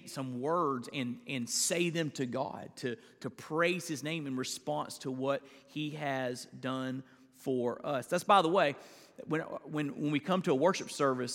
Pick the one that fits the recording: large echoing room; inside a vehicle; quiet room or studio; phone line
large echoing room